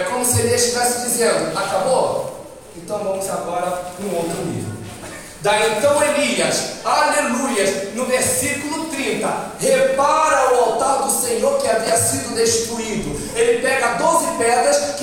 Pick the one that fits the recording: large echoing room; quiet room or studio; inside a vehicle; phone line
large echoing room